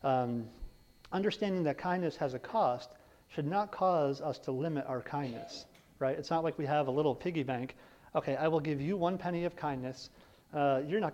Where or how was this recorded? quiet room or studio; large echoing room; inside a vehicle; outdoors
large echoing room